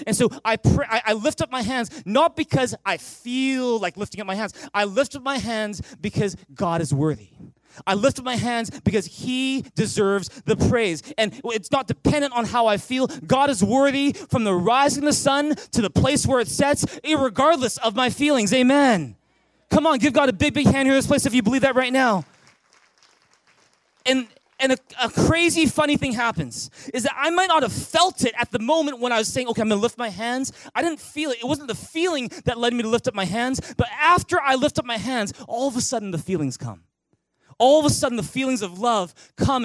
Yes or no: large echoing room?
yes